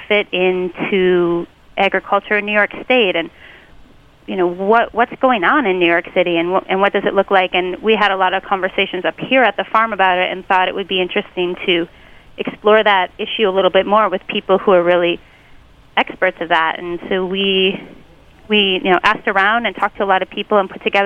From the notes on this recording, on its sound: on the phones